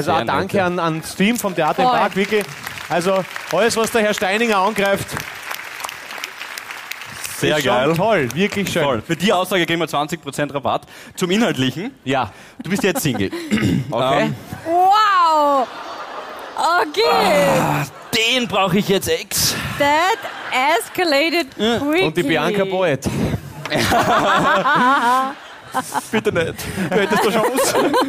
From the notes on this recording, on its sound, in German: Hawi D'Ehre LIVE - WIEN. Aus dem Theater im Park, Wien.